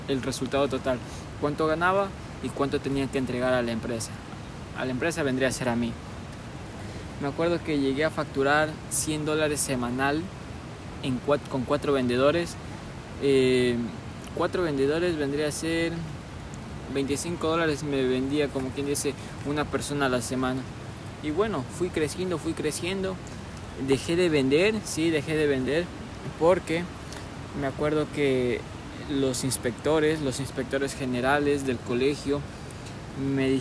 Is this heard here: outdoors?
yes